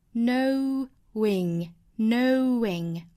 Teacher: 元音加元音的连读，那我们需要加一个小小的 w 连贯这两个元音